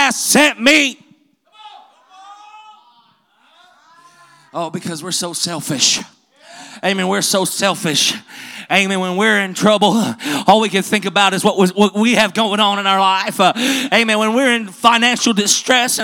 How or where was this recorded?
large echoing room